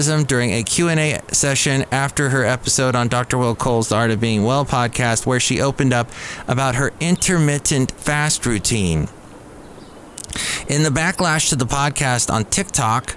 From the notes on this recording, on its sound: podcasts live from Cafe Anyway